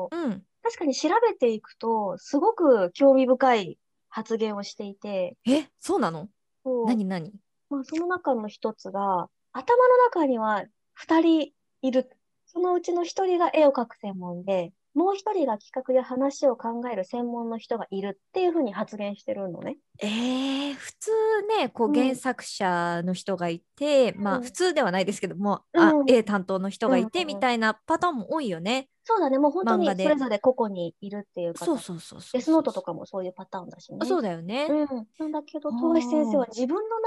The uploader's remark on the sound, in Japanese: リモート収録のため、お聞き苦しい点もあると思いますが、予めご了承ください。